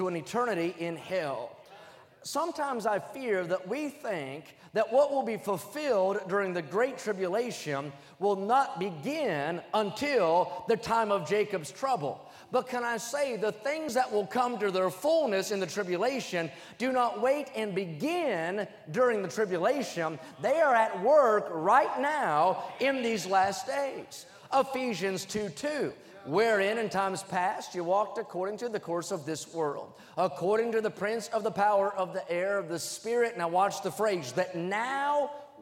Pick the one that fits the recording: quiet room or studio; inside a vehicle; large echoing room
large echoing room